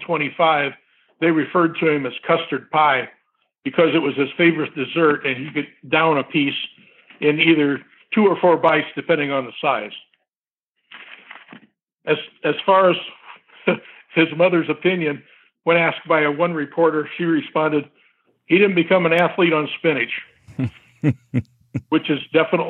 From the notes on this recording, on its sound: Please join me in welcoming to The Not Old Better Show via internet phone